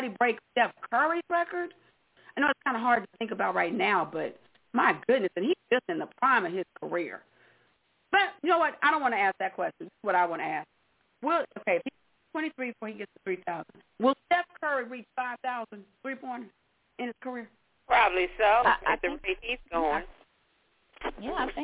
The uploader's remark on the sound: your phone calls